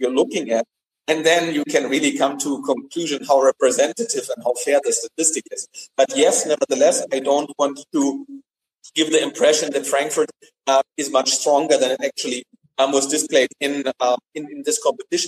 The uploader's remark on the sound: This is the audio track of a Google Hangout.